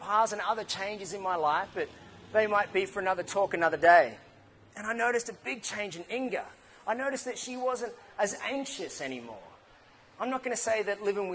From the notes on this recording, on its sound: Idea Bombing Newcastle Talk. It was exciting to hear so many ideas being passed around the room. There is a bit of background noise as the Edwards was quite full.